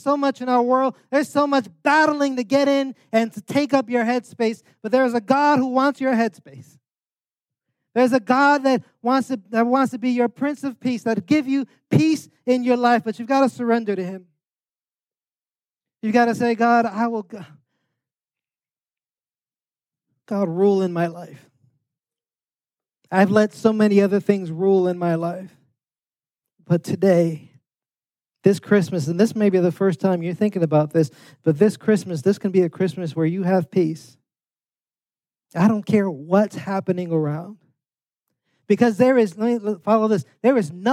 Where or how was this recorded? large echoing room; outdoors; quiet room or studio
large echoing room